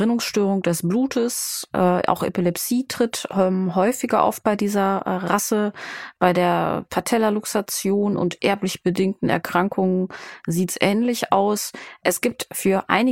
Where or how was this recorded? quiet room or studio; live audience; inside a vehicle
quiet room or studio